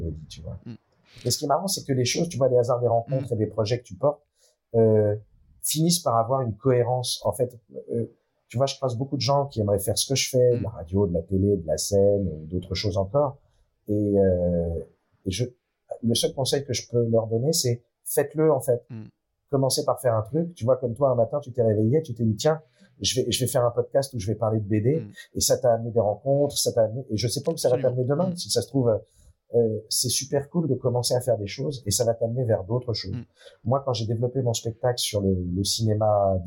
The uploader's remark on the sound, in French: Je tiens à m’excuser pour la qualité sonore de l’émission, mais comme je l’ai dit en introduction, j’ai du faire face à un problème technique que je n’ai su résoudre.